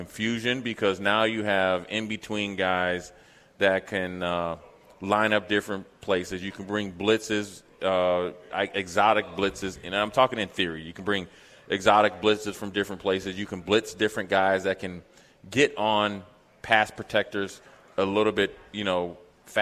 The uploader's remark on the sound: LIVE from Mary Ellen's